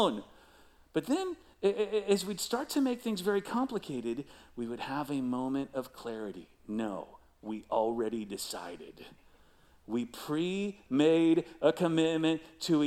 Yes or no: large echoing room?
yes